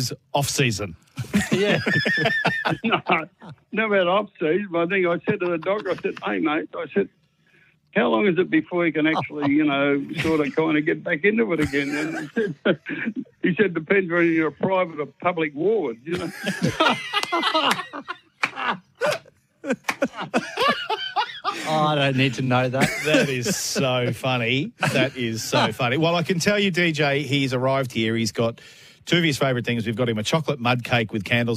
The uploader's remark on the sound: phoned in to wish him many happy returns of the day